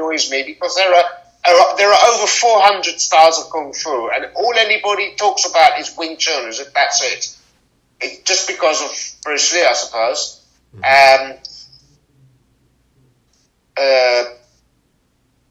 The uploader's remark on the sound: not great sound quality